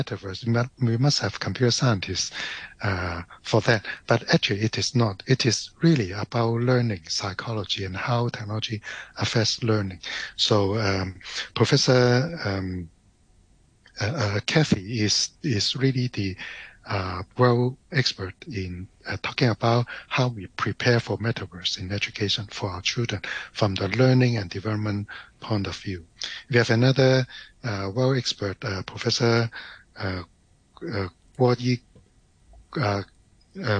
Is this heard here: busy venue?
no